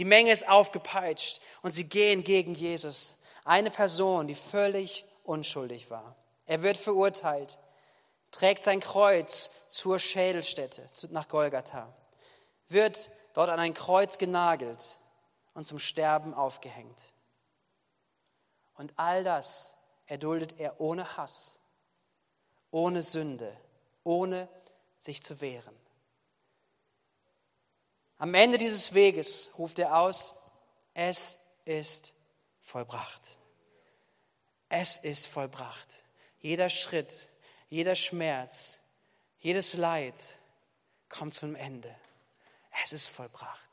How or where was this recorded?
large echoing room